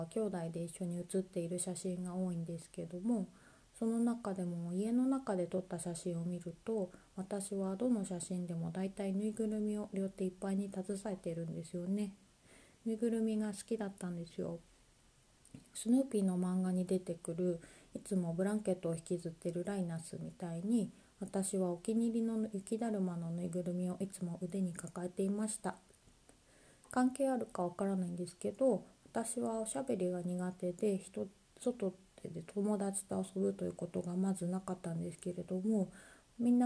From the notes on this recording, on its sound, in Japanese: 朝一番に収録したため、やや音量が小さめです